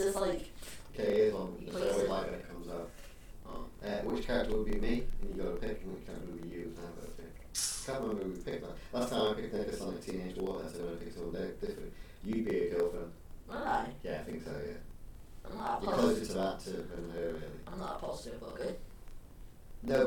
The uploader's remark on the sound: This has some poor sound quality and have done my best to clear it up. It was to much fun to scrap hopefully it is audible.